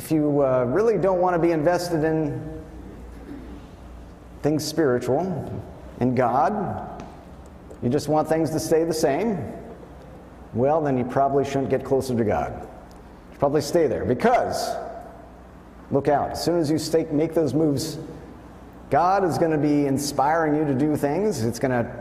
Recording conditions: large echoing room